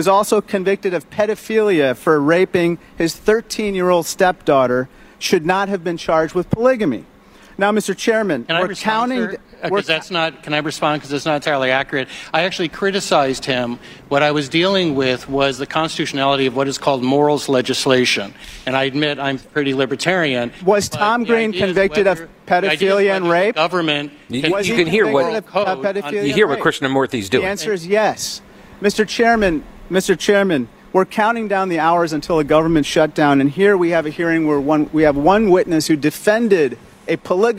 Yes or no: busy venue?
yes